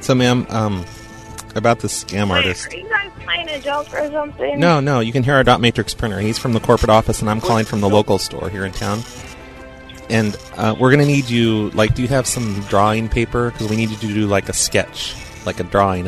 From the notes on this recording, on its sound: Prank Phone Calls